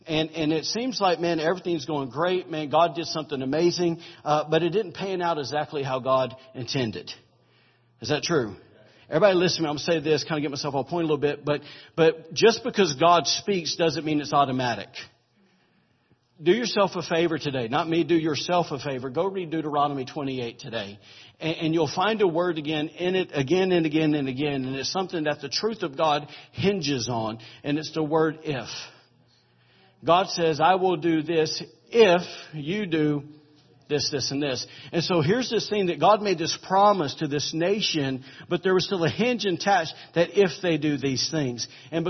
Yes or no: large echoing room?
yes